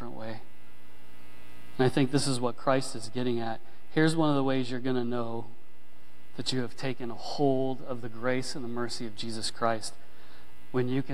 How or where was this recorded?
large echoing room